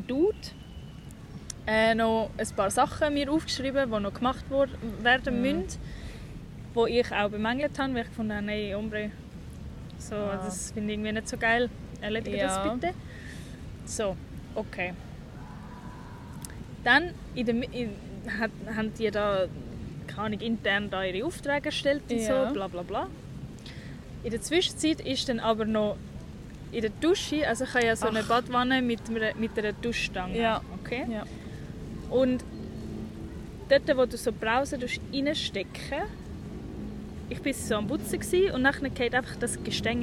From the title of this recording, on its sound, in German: Live usem Stadtpark